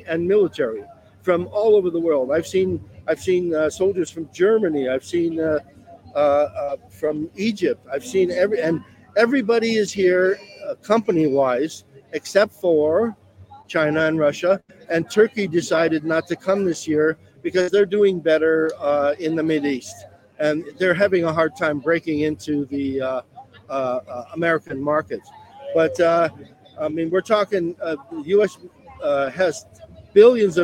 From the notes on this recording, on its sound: live from Washington at an arms show